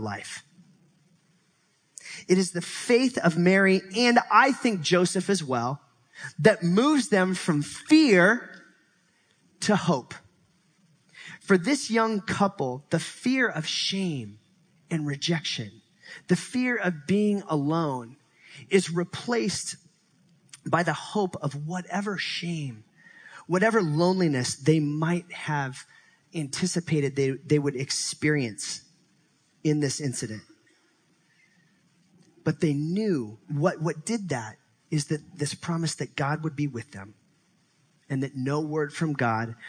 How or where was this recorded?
live audience